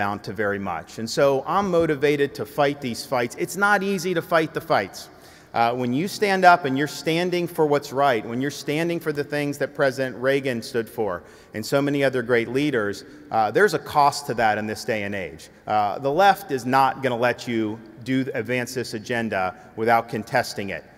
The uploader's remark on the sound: our in-person event